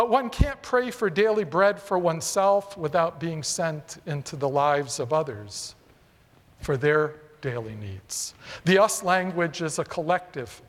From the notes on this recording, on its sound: presented by Asbury Seminary Kentucky Chapel, recorded on Tuesday, September 5, 2023 at Asbury Theological Seminary's Kentucky campus